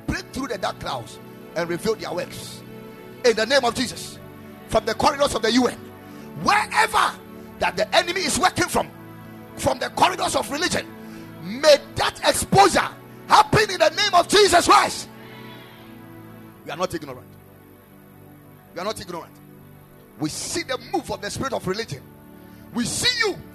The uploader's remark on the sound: Preached at the Ekklesia Chapel